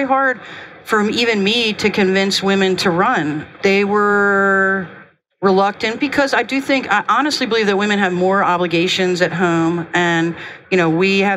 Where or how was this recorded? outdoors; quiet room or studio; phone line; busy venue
busy venue